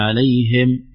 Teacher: عليهم خلي الهاء مكسورة أكثر